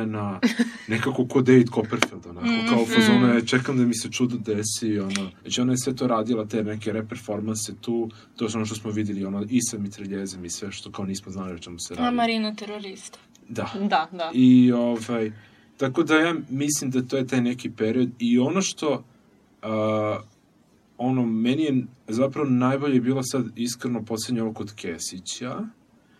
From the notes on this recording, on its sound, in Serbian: Epizoda je snimana tokom našeg prolaska kroz izložbu gde komentarišemo sve što vidimo i iznosimo svoje utiske na licu mesta, a na kraju epizode utiske sumiramo u studiju. Sav zvuk korišćen u ovoj epizodi je snimljen tokom našeg obilaska i sastavni je deo izložbe.